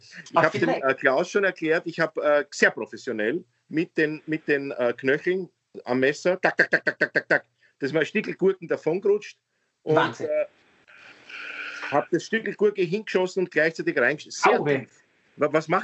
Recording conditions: video call